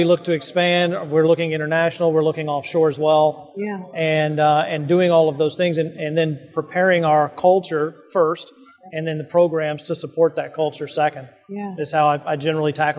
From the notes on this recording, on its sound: NSC Live. Live from the Expo floor of the NSC Congress.